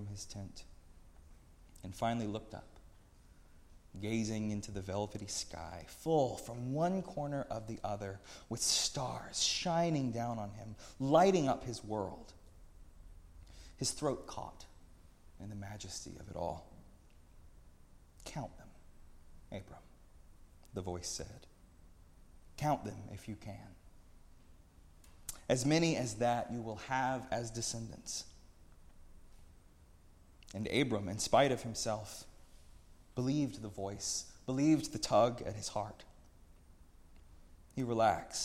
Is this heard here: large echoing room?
yes